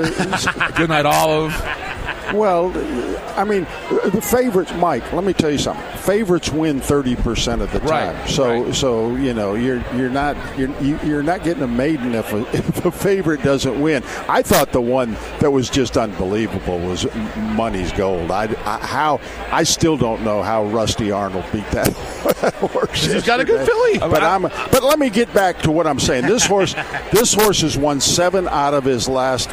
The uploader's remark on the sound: live from Churchill Downs